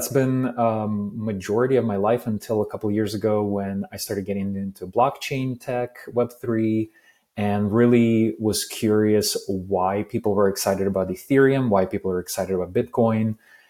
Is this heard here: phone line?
no